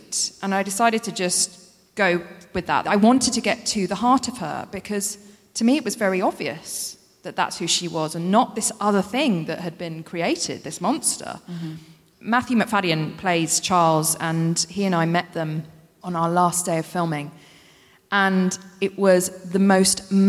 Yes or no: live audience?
yes